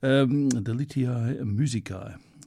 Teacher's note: say your AEs as a diphthong, I, which is the way I was taught to say them